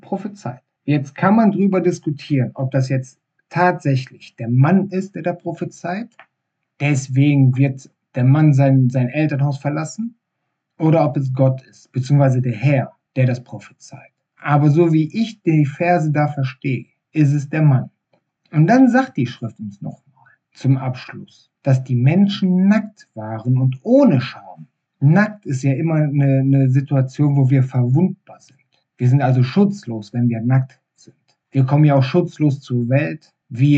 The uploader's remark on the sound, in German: Ich hoffe das die Tonqualität der nächsten Episode wieder besser wird.